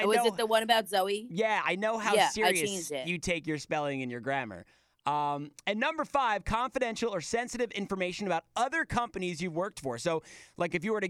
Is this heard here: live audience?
no